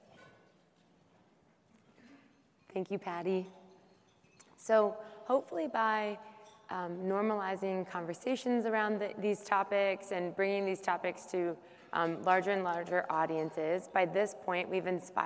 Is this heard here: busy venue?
yes